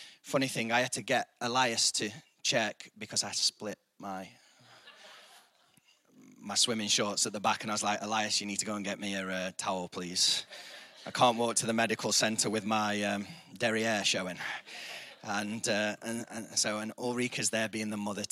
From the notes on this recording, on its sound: IKON Church. Recorded live at the Chesterfield Campus this is the message from the morning service.